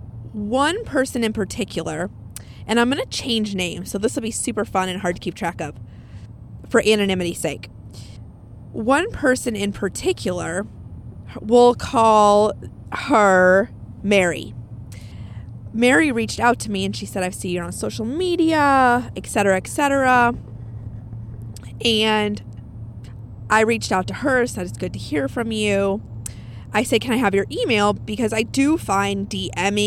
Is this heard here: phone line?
no